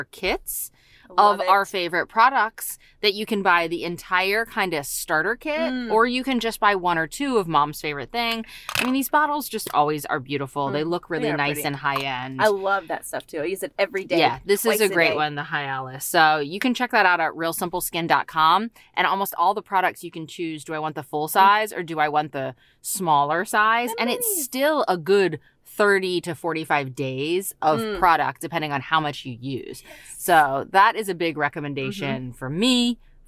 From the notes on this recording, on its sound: Hop in the car